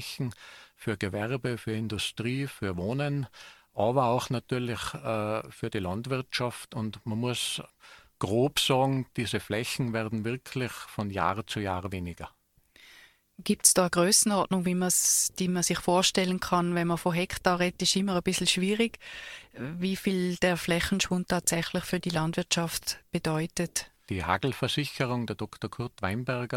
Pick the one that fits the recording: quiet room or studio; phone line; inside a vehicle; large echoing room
quiet room or studio